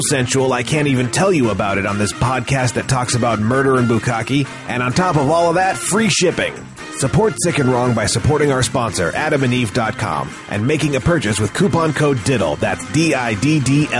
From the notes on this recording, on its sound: Phone calls.